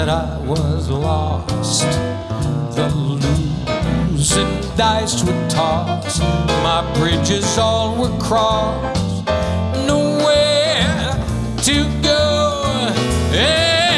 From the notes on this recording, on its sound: Live at the SouthPoint Casino